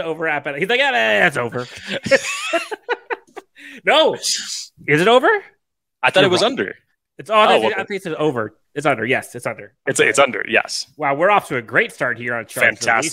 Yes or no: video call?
no